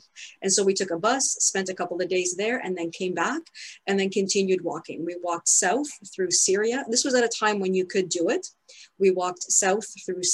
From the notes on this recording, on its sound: In this Zoom presentation to the Cathedral Labyrinth Guild. In this Zoom presentation to the Cathedral Labyrinth Guild.